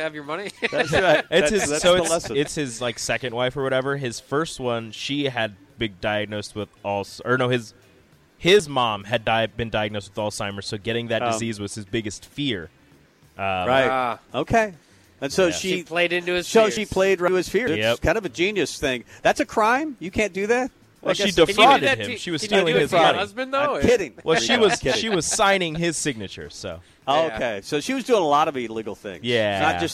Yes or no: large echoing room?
no